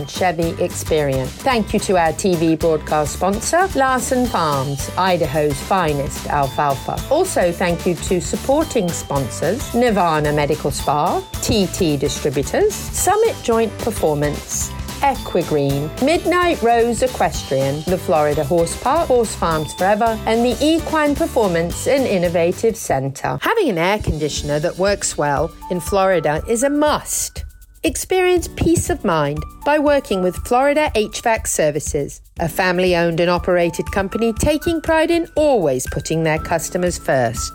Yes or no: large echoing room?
no